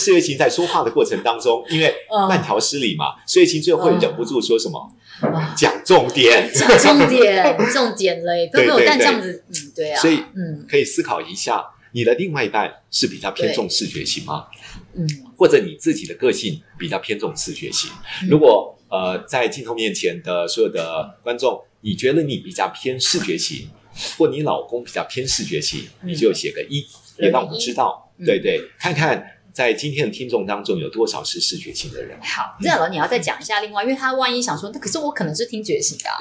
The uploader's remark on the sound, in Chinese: 音質較差